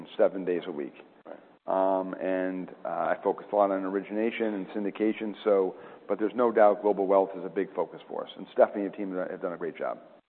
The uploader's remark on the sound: At the UBS 2024 Financial Services Conference in a fireside chat.